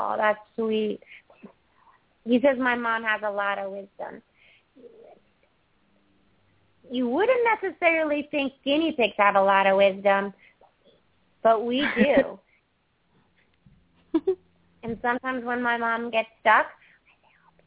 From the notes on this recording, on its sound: open up the lines for listeners to call